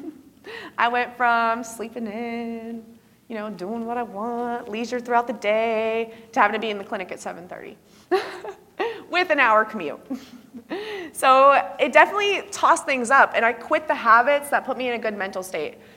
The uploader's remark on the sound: I gave a keynote at the 2023 NENA Conference